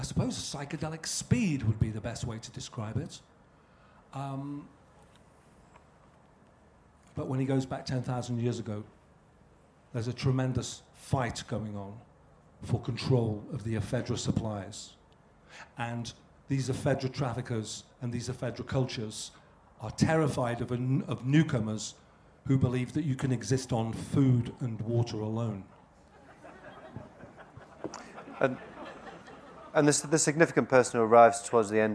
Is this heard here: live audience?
yes